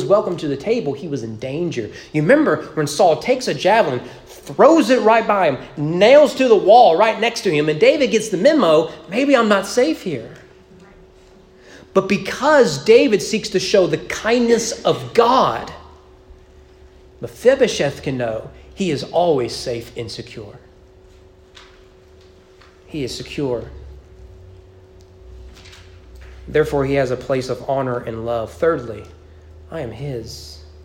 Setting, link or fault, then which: setting, large echoing room